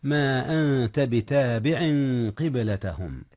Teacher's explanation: أخفي النون قبل التاء، والتاء من حروف الإخفاء